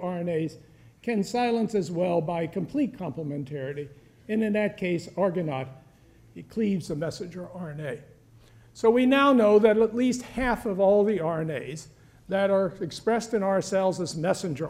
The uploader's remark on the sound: One of a series of lectures from The Yale School of Medicine Bicentennial Symposium